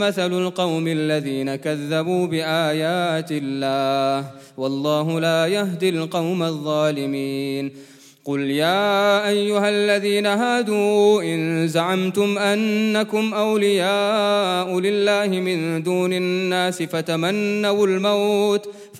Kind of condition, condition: setting, large echoing room